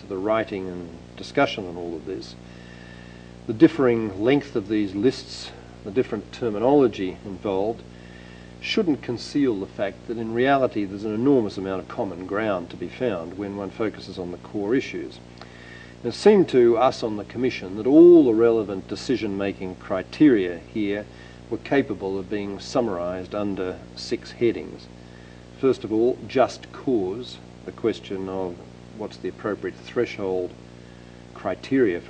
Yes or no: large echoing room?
yes